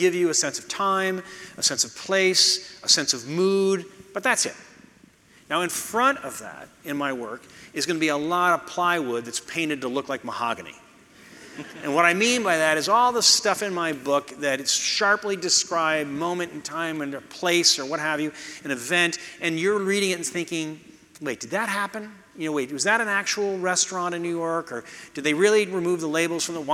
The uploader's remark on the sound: you’ll hear the audience react to some visuals